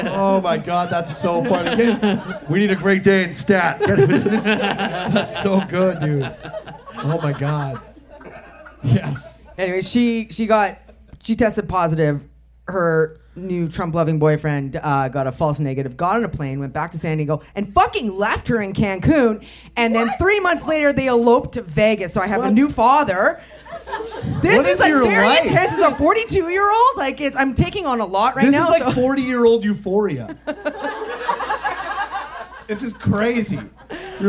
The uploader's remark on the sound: Live From The Langford Legion! Our 3rd live show.